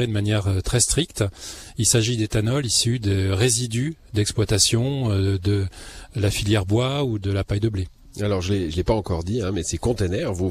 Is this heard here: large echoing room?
no